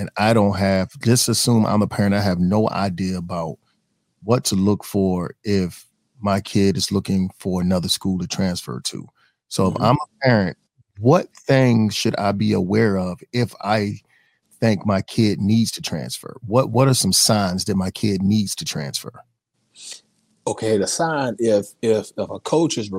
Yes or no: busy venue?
no